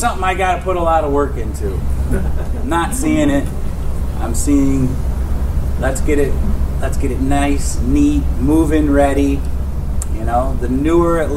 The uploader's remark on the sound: 'Quality of Life' panel at Monroe County Chamber breakfast. When the Monroe County Chamber of Commerce held its breakfast program today.